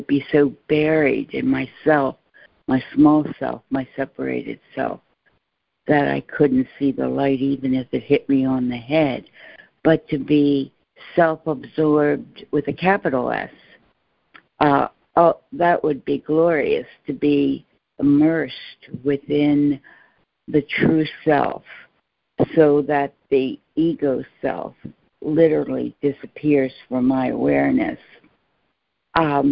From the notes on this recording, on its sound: ACIM Daily Conference Call.